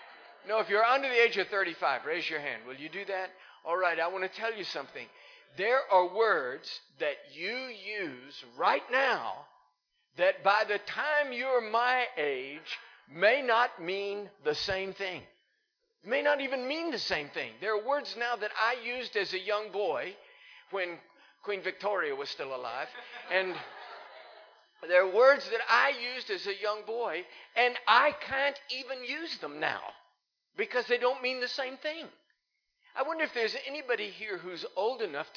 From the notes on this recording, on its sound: Recorded live in Liberty Church in 2019